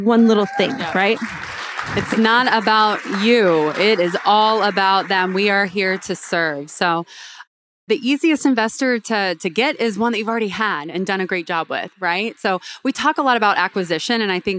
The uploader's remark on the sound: Talk at Deal Maker Live 2023. Talk at Deal Maker Live 2023.